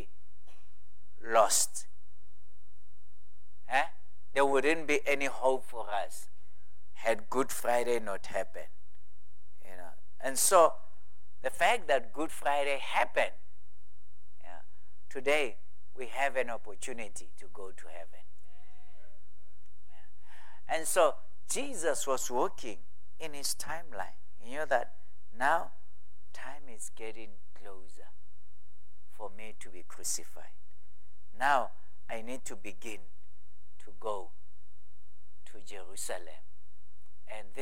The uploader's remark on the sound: at God's Tabernacle Christian Family Church's evening service